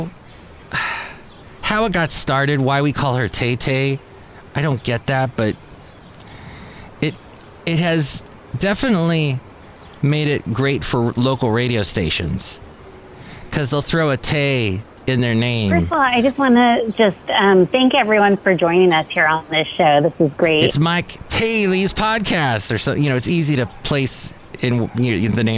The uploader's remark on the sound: podcasts live from Café Anyway